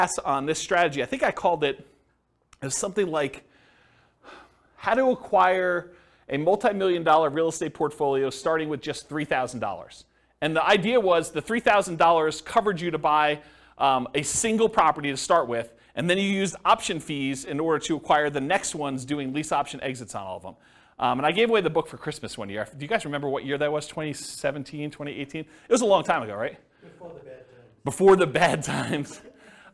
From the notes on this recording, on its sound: This was a live class recorded